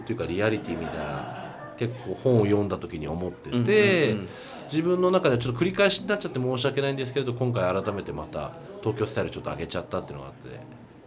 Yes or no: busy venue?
yes